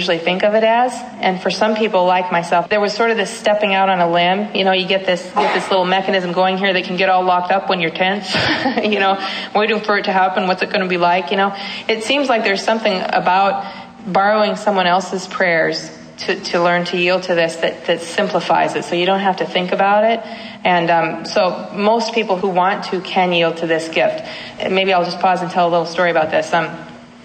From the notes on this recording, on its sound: at the Franciscan University Young Adult Conference in Washington D